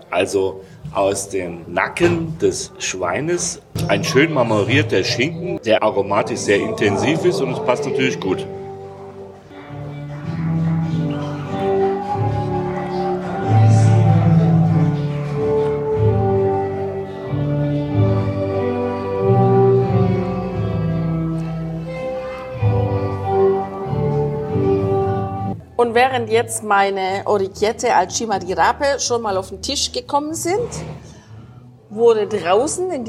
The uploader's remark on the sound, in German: Die kleine Gemeinde im Innenland des südlichen Salento. Wir berichten live aus einem Restaurant.